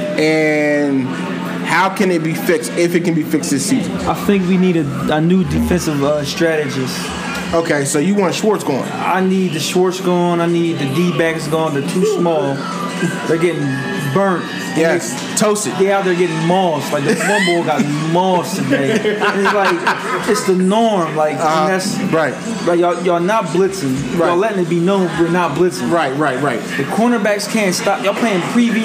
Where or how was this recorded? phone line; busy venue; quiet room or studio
busy venue